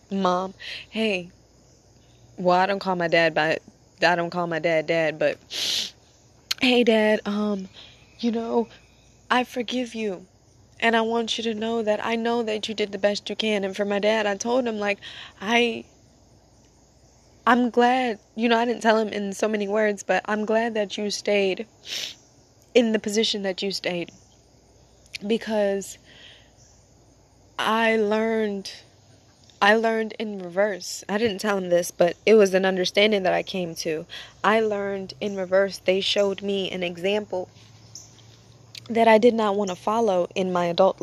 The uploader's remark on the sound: As I am sitting outside, enjoying Natures company